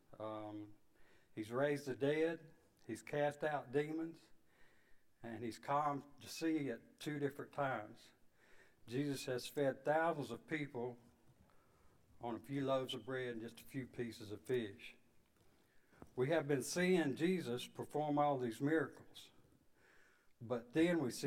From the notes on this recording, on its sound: Sunday evening service 11/6/22.